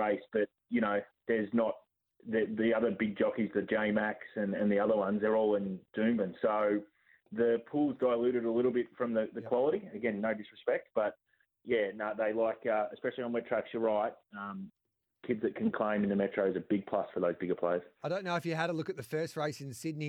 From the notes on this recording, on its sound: the team also take your calls!